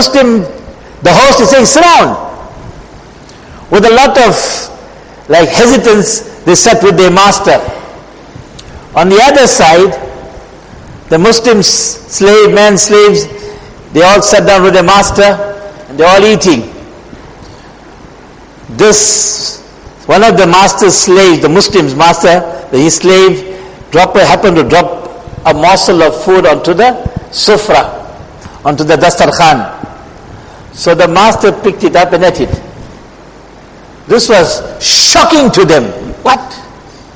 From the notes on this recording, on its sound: Jumuah lecture